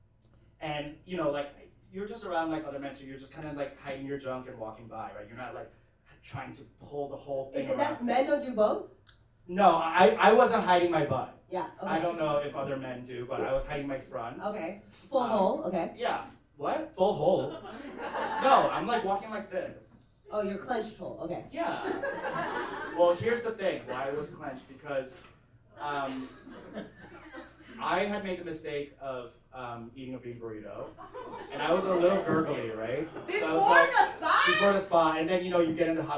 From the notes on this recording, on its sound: Live from Los Angeles. Live show at LA's Lyric Hyperion.